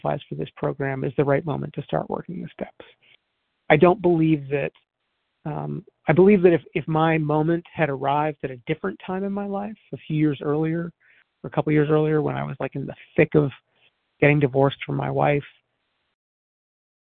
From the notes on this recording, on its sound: 100 Pounders Phone Meeting